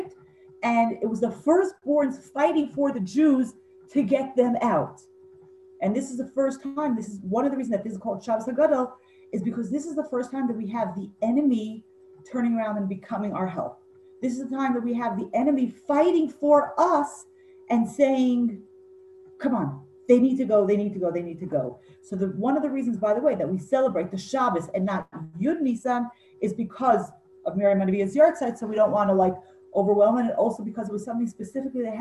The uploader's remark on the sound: Zoom Class 4/2/20